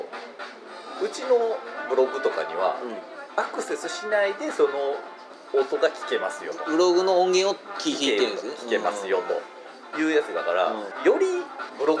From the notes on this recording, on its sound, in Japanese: ビジネスサロンでの収録なので周りガヤガヤしています。